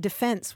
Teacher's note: the traditional pronunciation is that defense with the accent on the second syllable